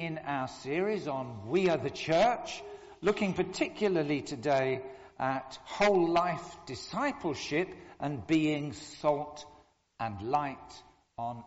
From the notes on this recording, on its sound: Communion Service. Recorded at the 10:00 service on Sunday 29th January at All Saints.